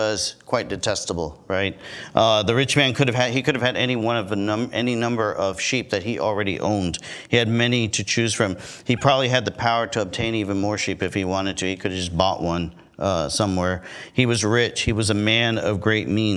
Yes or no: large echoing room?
yes